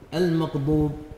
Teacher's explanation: المغضوب استبدال الضاد ضاء. المغضوب نطق الغين قريبا من حرف القاف. المغضوب قلقلة العين وهو له.